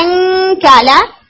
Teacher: ये अंकालन में यहां पर काफ के मखरज को जब आप हिट करके इख्फा करते हैं तो ये क्लियर नून नहीं है